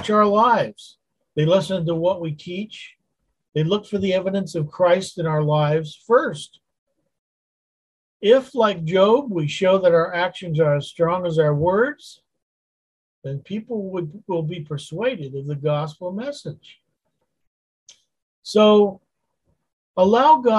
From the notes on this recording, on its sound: Wednesday Zoom study